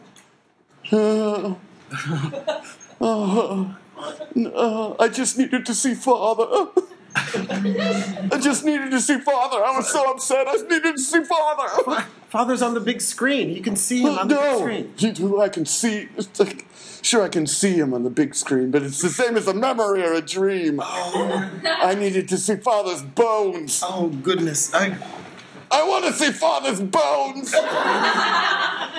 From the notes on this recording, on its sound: Live at the iO Theater on Clark St